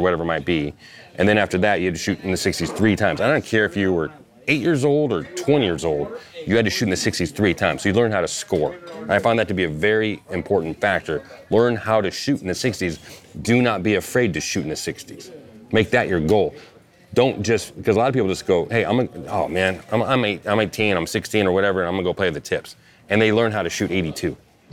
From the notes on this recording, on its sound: We're on location at The Hay in Pebble Beach.